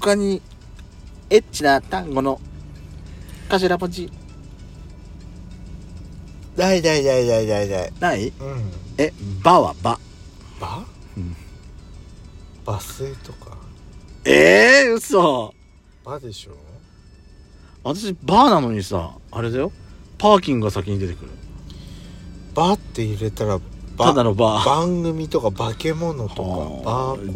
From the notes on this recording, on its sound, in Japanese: パーキング収録